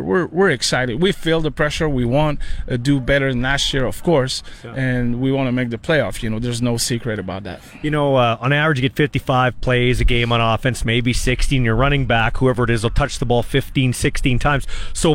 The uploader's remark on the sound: LIVE in Saskatoon for #Riders Training Camp